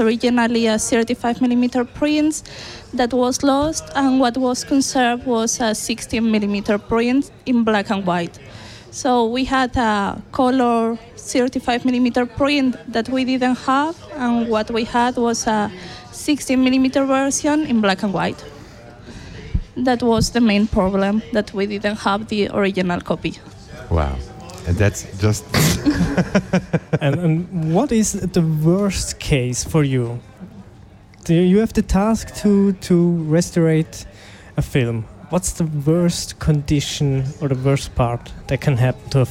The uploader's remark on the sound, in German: Fantoche 2023. Festivalausgabe live aus dem Merkerareal in Baden.